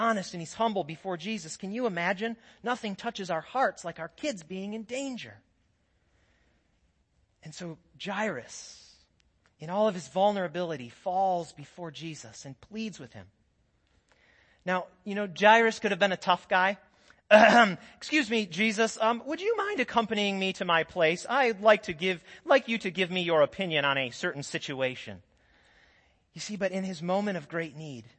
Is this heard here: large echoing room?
yes